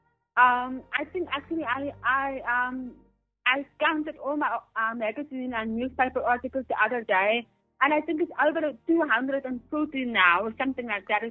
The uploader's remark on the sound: joined over phone